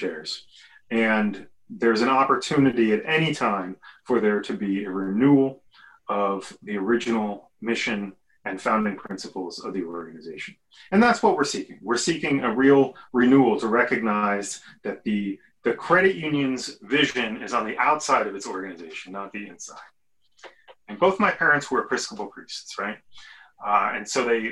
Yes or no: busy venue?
no